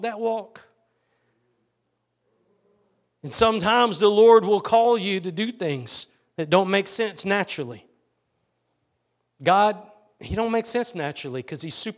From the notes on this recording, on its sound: Preached at Gospel Lighthouse in Bossier City, La.